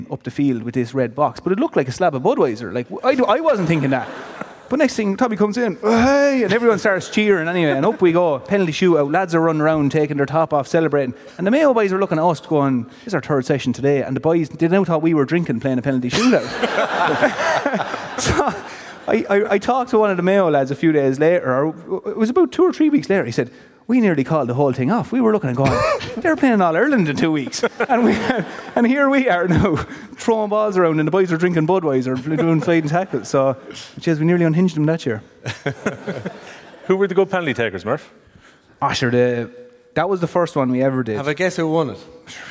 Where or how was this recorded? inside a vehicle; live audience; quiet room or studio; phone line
live audience